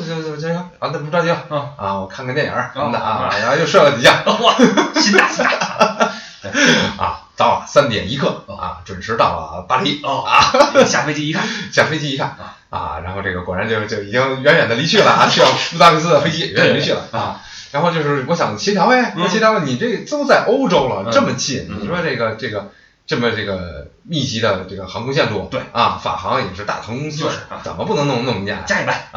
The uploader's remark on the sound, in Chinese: 出门在外没带专业话筒，音质抱歉